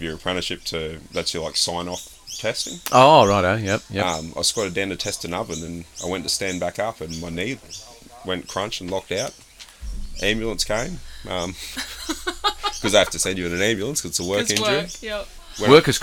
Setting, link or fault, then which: fault, sounds in the background